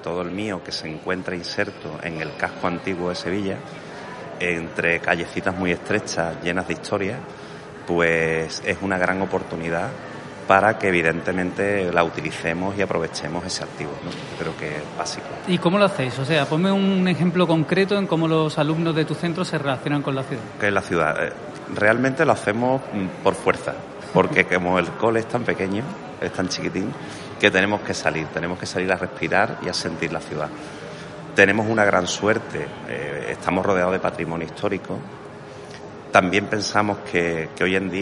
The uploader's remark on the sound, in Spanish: Este día hicimos una programa en directo desde el XIV Encuentro estatal de Ciudades Educadoras que se celebró en Sevilla.